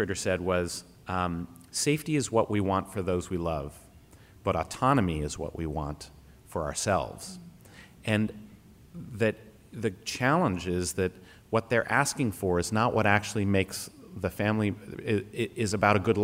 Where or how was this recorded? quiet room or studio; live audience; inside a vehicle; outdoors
live audience